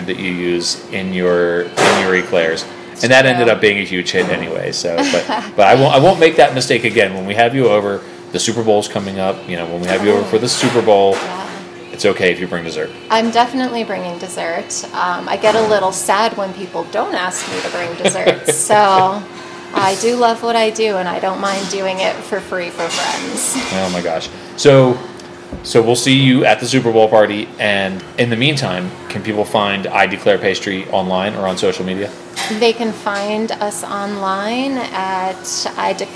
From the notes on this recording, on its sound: live from her commercial kitchen